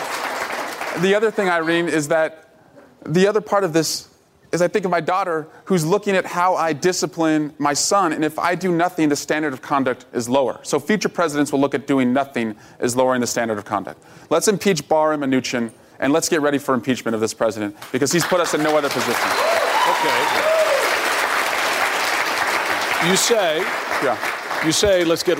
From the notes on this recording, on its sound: answers questions during a live town hall